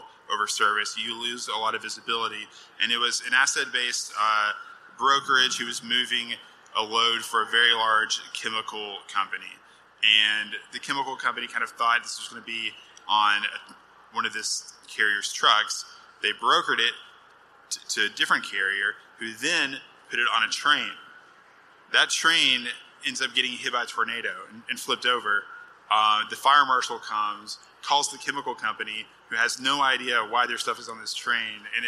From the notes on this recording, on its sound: Live from the floor of FreightWaves LIVE Chicago